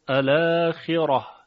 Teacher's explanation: حمزه کوفی فقط در حالت وقف، اون هم در یکی از وجوهش الاخیره، بیان میکنه که با تفخیم را همراه هست